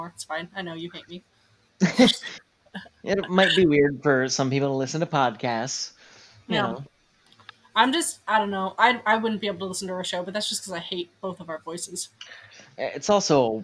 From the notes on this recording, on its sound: we are slowly but surely working on getting any technical issues worked out, so thank you for patience